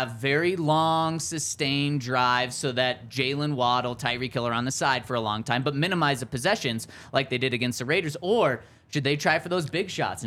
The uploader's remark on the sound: coming to you LIVE from the DNVR Bar